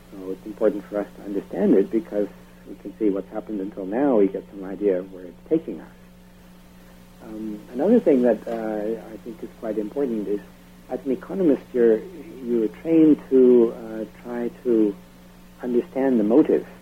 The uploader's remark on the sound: I apologize for the poor quality of the recording. I was having difficulty with VFR's studio telos (the thingy that transfers the output of the soundboard to the telephone line). I had to have the microphone way up, which created a terrible hum and allowed background noise to filter into the interview.